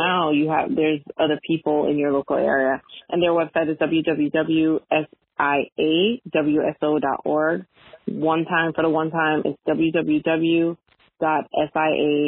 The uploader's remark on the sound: conducts a phone interview